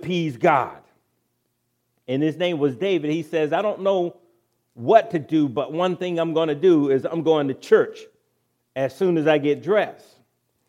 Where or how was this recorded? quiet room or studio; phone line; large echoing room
large echoing room